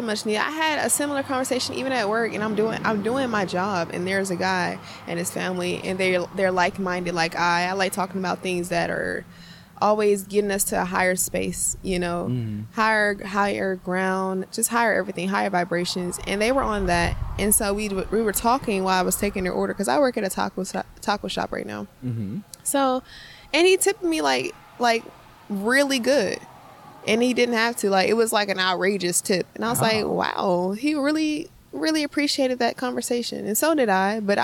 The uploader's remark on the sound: sitting outside Rudyards on a beautiful day